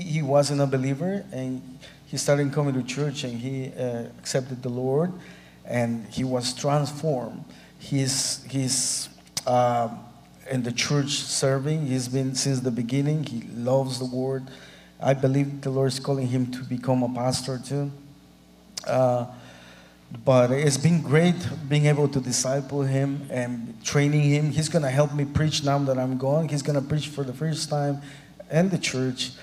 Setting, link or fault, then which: setting, large echoing room